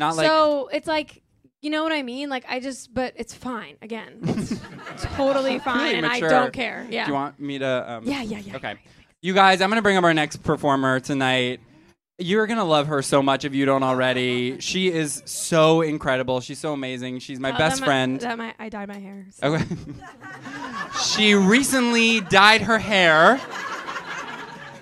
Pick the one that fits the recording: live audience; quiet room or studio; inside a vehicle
live audience